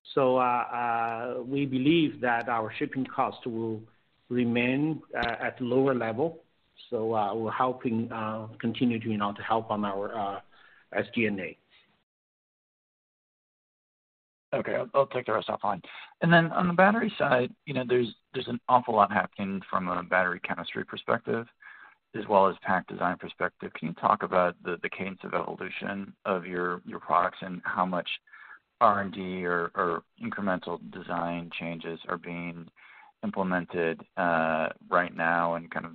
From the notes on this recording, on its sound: Q2 2023 Earnings Conference Call of Canadian Solar Inc.